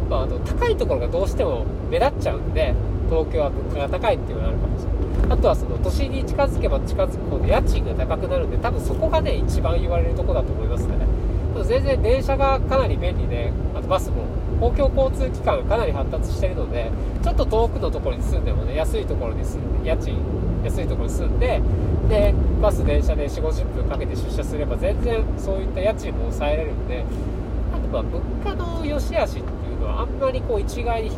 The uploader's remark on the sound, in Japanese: 新潟ドライブ中に配信。新潟ドライブ中に暇だったので録音しました。ひとり語り。